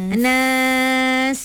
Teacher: Kena bunyi desiran pada sin tu